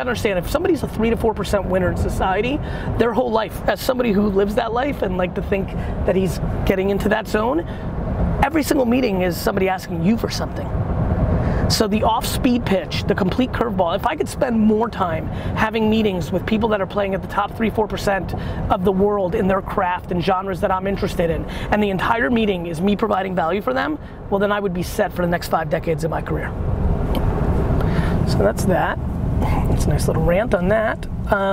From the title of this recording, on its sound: In The Back Of A Car